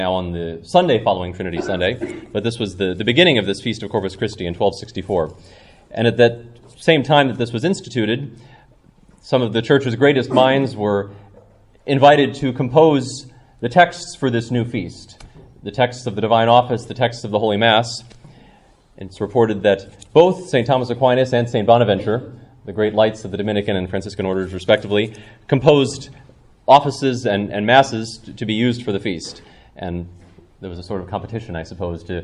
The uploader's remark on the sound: Talk given at Evangelium Ireland conference